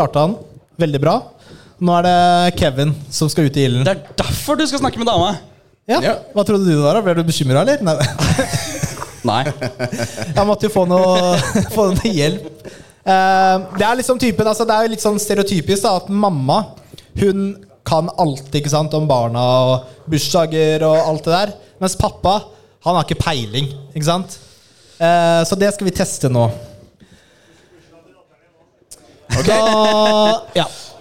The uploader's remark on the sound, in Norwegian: Mai hadde vi LIVE SHOW på Tilt i Oslo sammen flere andre spillpodcaster! Vi kjørte mer show enn podcast, men lanserer uansett opptaket til de som ikke var der.